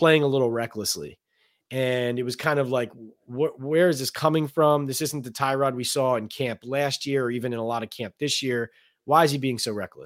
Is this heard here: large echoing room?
no